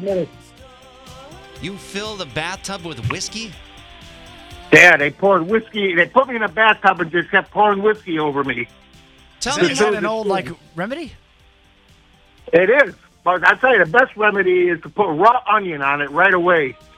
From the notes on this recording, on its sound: some Drivers call in to tell their stories